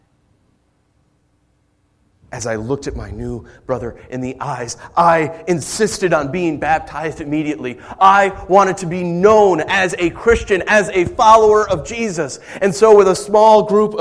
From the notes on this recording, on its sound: Originally Preached June 30, 2013 at The Orchard Church